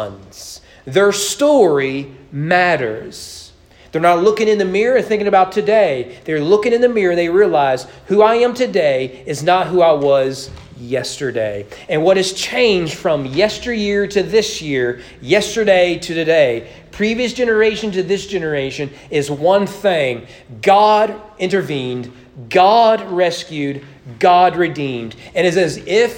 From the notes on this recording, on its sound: Sermon preached at East Frankfort Baptist Church during Sunday evening worship on April 10, 2022.